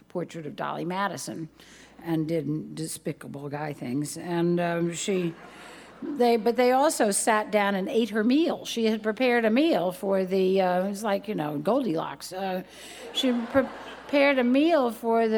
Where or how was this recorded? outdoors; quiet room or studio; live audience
live audience